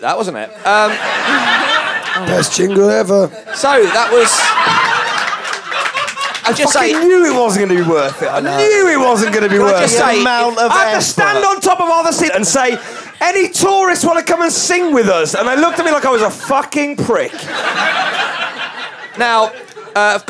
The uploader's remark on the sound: Recorded at the Pleasance during the Edinburgh Fringe 2012, this is a booze-fueled slice of chaos.